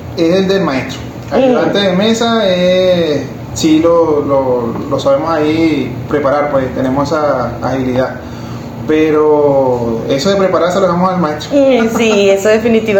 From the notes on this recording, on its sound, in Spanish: Temporada de HORNEANDO MARCAS fue grabado en instalaciones de Panadería Centro Café